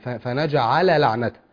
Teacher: اللام هنا لام ساكنة ضمت في اللام المتحركة